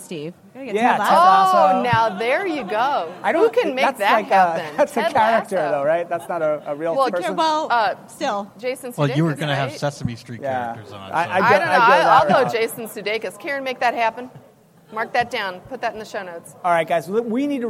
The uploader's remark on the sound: LIVE from the HR Tech Conference